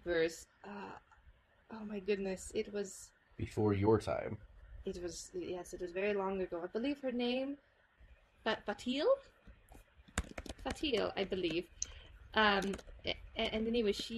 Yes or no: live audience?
no